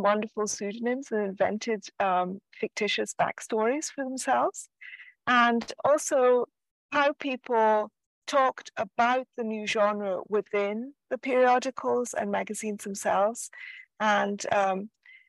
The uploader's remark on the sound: Apologies if the audio is a bit choppy on this one.